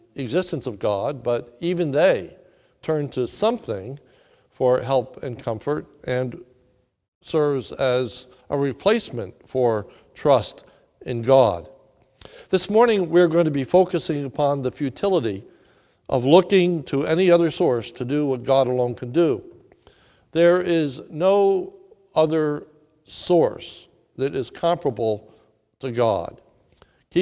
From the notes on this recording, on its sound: This is a sermon recorded live at the Lebanon Bible Fellowship Church in Lebanon, PA on 3/29/2020 at 10:45am